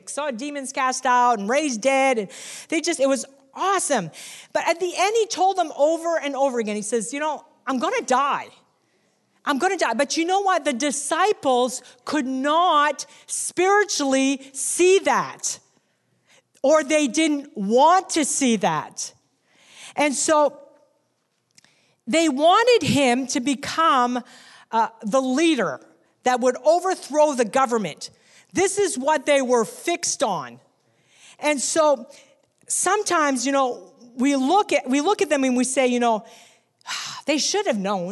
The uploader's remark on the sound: recorded on Sunday, October 27, 2019, during second service at The Anchor Church in Rockport, Maine